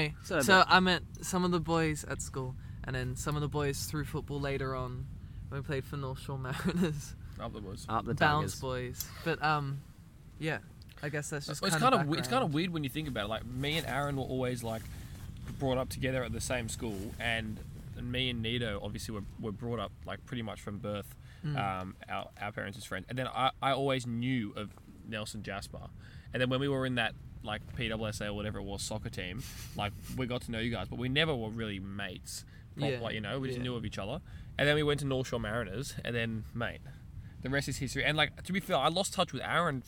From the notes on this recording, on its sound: We recorded this podcast together in a 10 man tent whilst camping down the coast of Australia